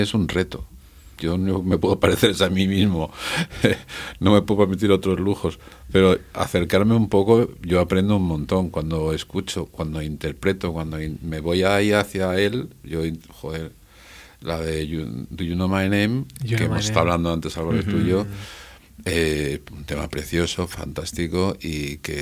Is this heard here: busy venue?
no